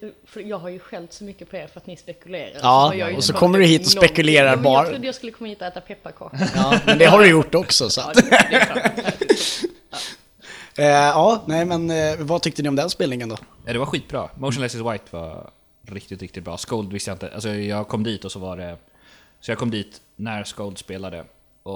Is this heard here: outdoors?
no